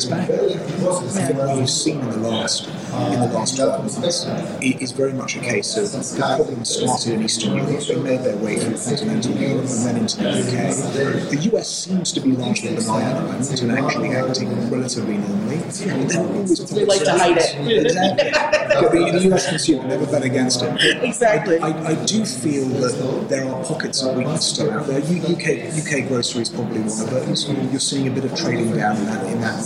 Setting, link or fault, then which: setting, busy venue